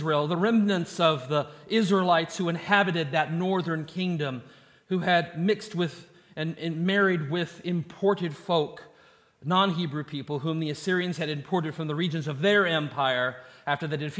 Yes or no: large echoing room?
yes